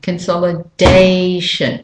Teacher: can you hear the day is the big beat of the drum · Term: main stressed syllable